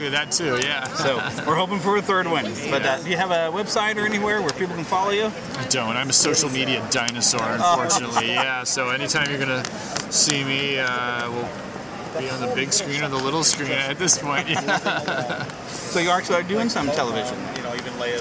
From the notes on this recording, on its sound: hearing some audio from the Kansas City Comic Con (KCCC)